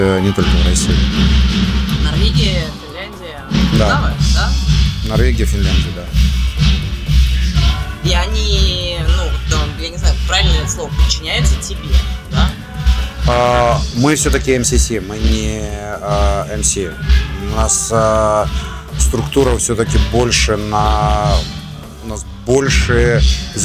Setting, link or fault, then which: setting, busy venue